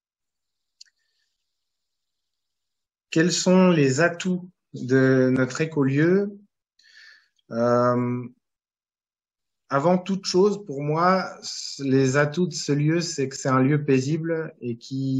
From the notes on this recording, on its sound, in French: Replay audio du webinaire enregistré le 19 novembre 2022